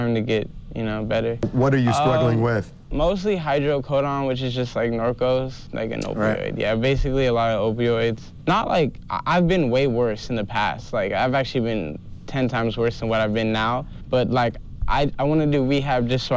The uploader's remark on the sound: we opened up the phone lines